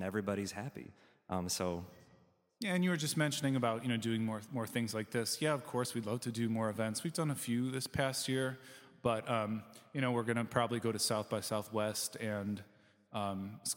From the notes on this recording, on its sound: Recorded live at City Winery in Chicago, Dynasty Podcasts teams up with the Downwrite podcast for a live panel discussion.